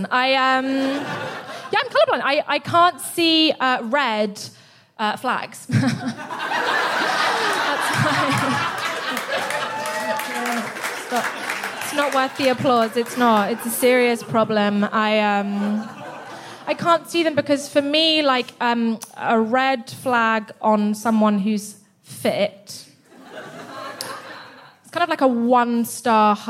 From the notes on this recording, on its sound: FOC IT UP Comedy Club. Recorded 17 July 2022 at 21Soho in London.